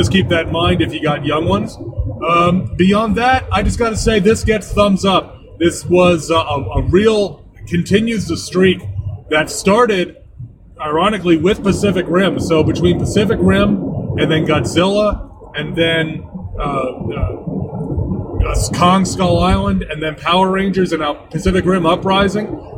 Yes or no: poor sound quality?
yes